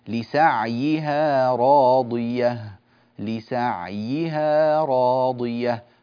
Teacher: لا يبين هذا السكون فكأن العين تنكسر، لسعيها، لا لسعيها، لسعيها، بعد أن نسكن العين نكسر الياء